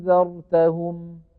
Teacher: فمثلا المثال الذي ذكرناه أأنذرتهم، أأن النون ساكنة مخفاة، فعندما نبدل الهمزة الثانية ألفا ينشأ المد اللازم